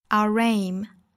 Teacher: Our 和 aim 的连读，中间会带出小的 r